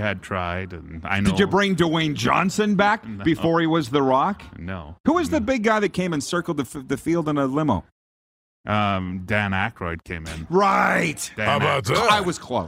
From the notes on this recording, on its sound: We are LIVE from inside Rogers Place in Edmonton, Alberta.